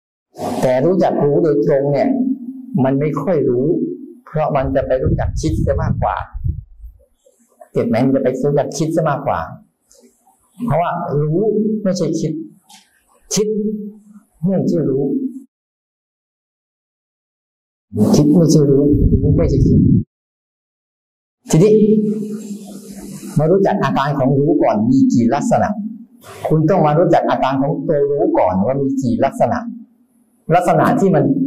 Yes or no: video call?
yes